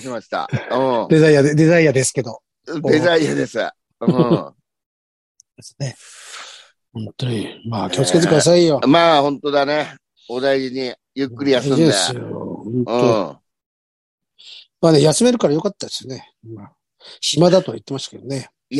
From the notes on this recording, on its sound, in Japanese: ZOOMで収録〜。